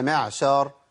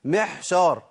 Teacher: المح هي المع، يبقى انا لو مشيت نفس في العين تنقلب الى حاء